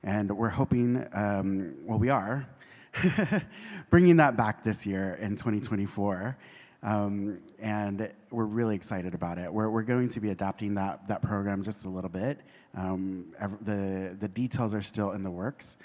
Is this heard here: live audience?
yes